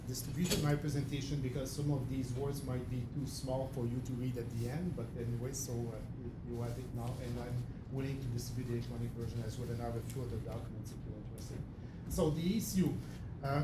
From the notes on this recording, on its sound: This podcast was recorded on July 10th at the bi-monthly meeting of the Canadian Space Commerce Association in Toronto.